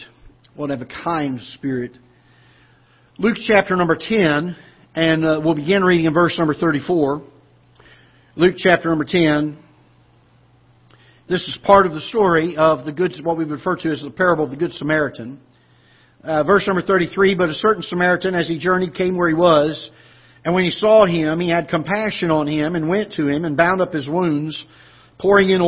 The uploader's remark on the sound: Ketha Heights Baptist Church ~ Live Broadcast